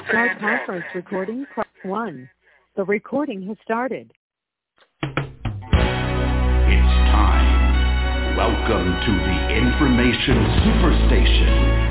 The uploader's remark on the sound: TNTSuperfantastic Conference Call